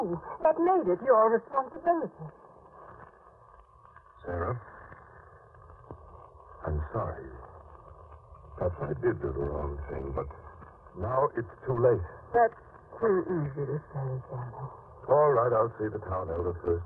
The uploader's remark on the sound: Audio is Fair. Record noise, and muffled, but OK.